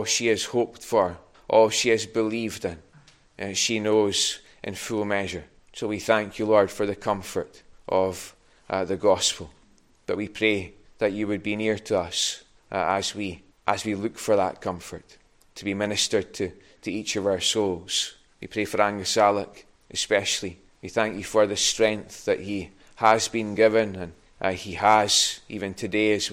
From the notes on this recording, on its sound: recorded at North Harris Free Church on Sunday morning 23rd January 2022.